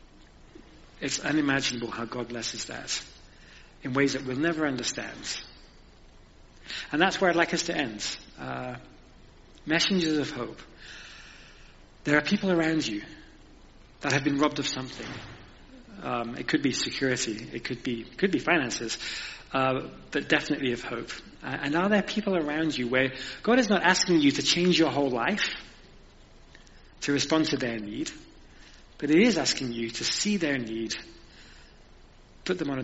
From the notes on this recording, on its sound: Recorded at the 10:30 service on Sunday 30th October at St Andrew’s.